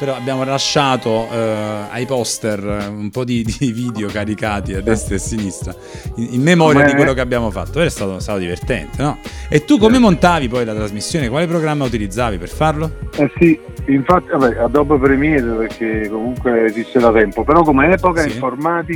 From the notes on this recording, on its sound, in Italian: Ai microfoni, o meglio al telefono, del Podcast di MyBand.it.